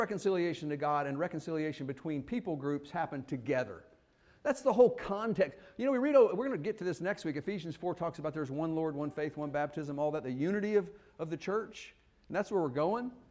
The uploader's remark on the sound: Fuquay-Varina church of Christ sermon audio